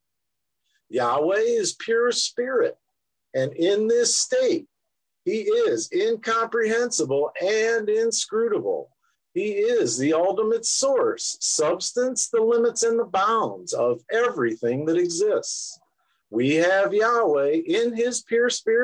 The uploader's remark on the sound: Oceanside Zoom Class